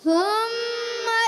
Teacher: سا پر پیش ہے، ہونٹ گول ہو جائیں گے، میم مشدد، ایک الف کا غنہ ہوگا، نون مشدد آگے آ رہا ہے، اس میں بھی ایک الف کا غنہ ہوگا، نون مشدد ہو یا میم مشدد ہو ہمیشہ غنہ ہوتا ہے۔